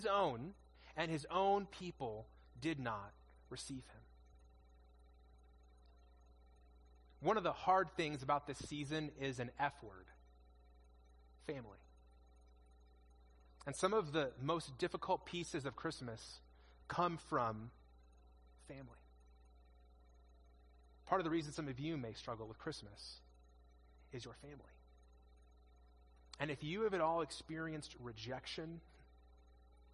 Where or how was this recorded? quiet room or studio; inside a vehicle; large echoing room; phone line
large echoing room